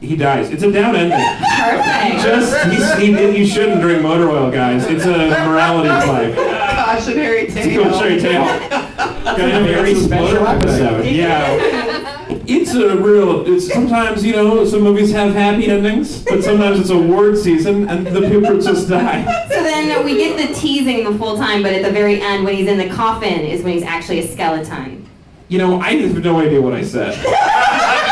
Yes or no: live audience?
yes